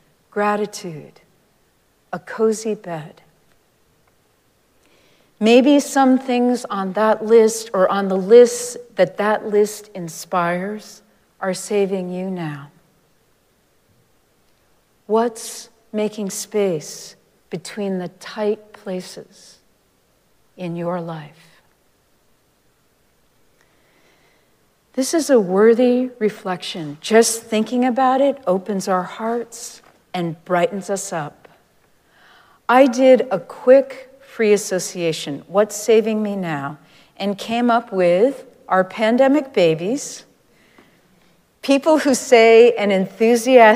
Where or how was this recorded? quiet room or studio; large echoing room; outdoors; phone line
large echoing room